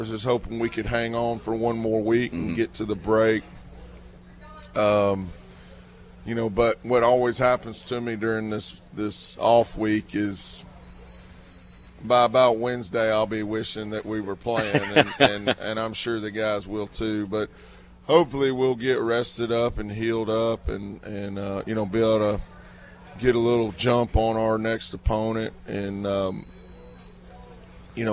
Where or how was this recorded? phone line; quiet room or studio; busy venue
busy venue